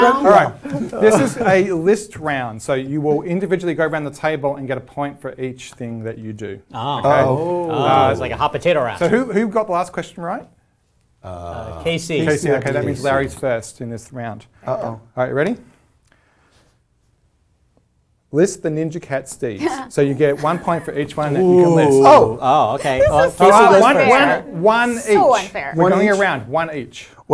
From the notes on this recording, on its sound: Three Microsoft Legends join us in the Channel 9 Studios, with a live studio audience, for a Game Show!